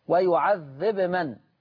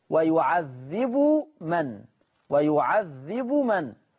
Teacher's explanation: ورش أظهر الباء، خلاص عمل إظهار ولكنه هذا الإظهار مع سكون الباء، ويعذب من، لكن حفص أظهر مع رفع الباء